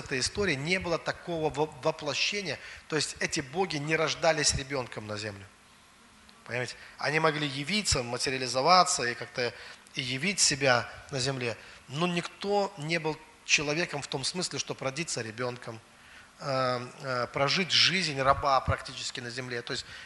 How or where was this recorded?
large echoing room